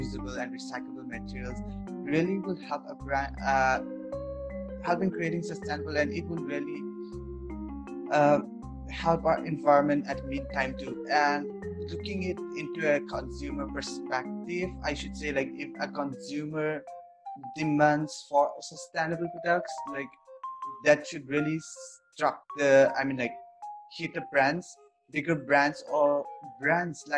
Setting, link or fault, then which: link, video call